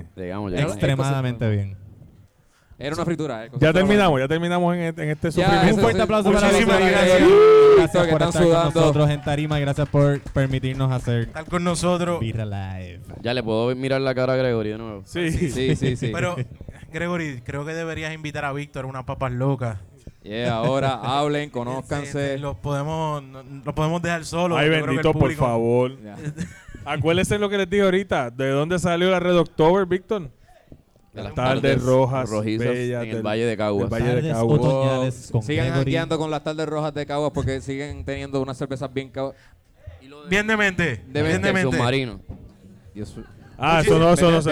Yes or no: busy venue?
yes